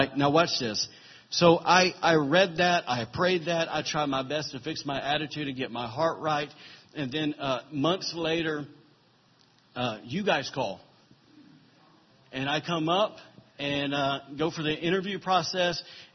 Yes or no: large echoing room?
yes